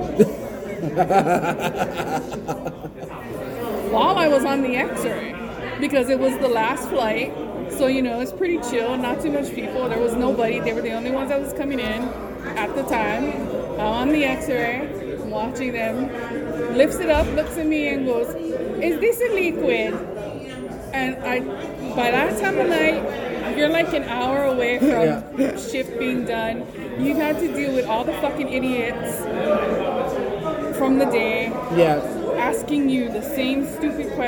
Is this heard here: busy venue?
yes